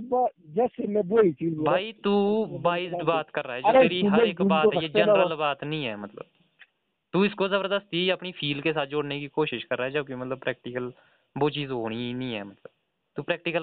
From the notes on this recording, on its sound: A phone talk